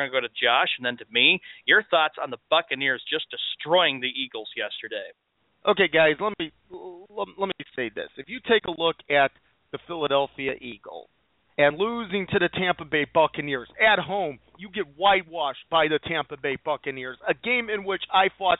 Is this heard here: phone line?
yes